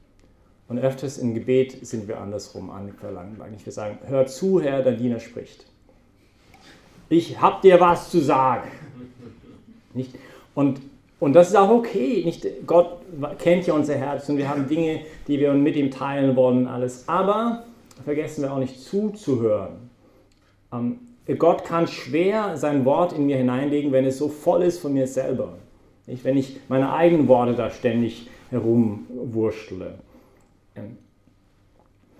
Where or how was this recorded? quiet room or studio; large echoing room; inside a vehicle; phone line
large echoing room